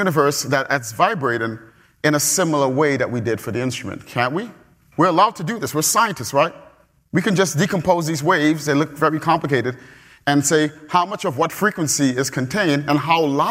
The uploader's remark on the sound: Perimeter Institute Public Lectures